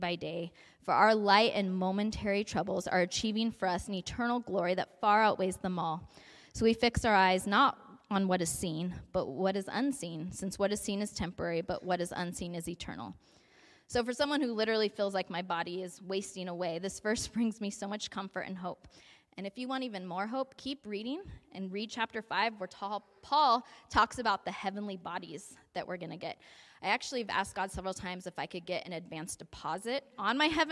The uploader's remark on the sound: A message delivered at the 2023 Spring Tea at La Mirada Church.